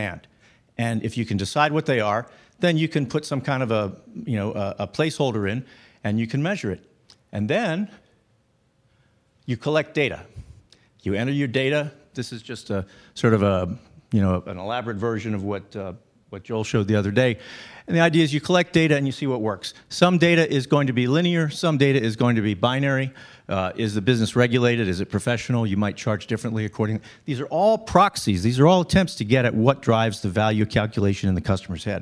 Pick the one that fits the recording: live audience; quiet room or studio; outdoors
live audience